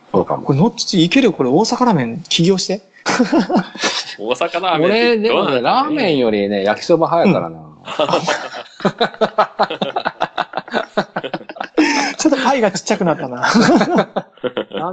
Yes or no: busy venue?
no